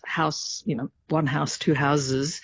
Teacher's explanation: turning, you know, an S into a Z in something like house